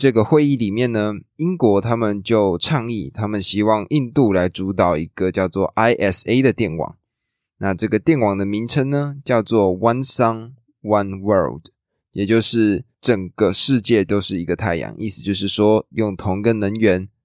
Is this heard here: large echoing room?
no